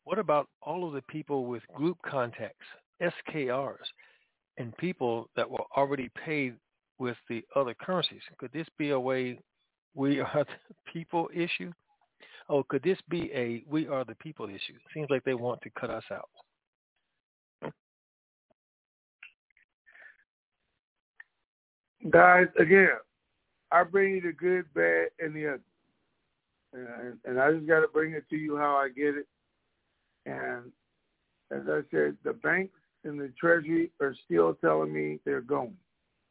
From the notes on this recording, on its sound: Conference Call